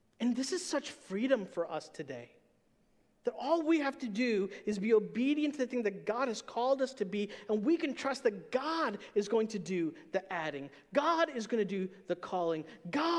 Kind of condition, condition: setting, large echoing room